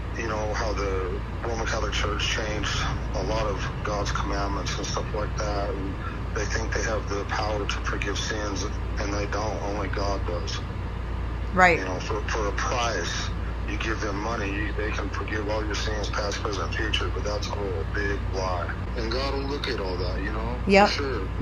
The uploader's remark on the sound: phone calls